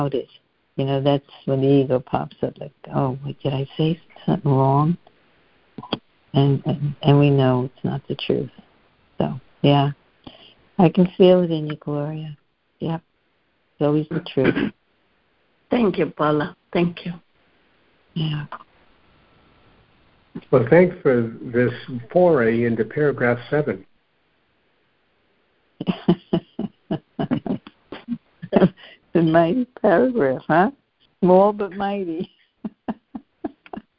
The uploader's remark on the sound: joining together on a Free Conference Call